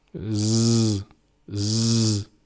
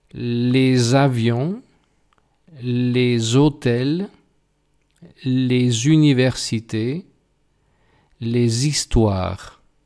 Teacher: vamos a hacer que suene esa S y la pegaremos al nombre, pero será una S sonora.